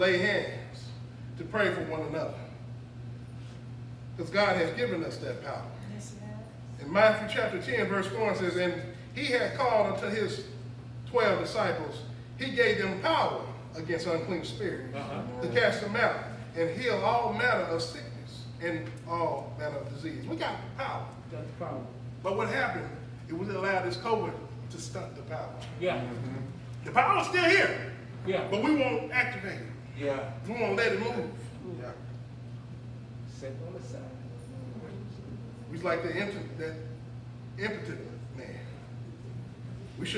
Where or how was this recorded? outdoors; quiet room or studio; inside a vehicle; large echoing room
large echoing room